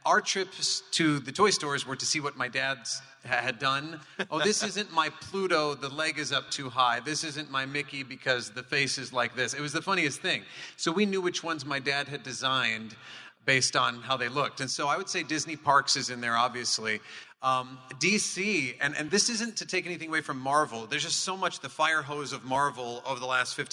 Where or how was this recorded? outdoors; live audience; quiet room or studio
live audience